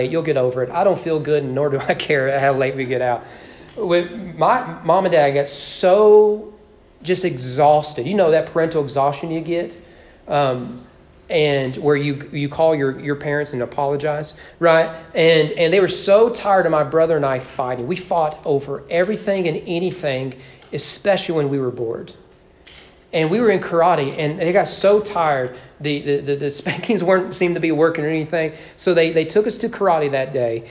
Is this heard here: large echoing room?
yes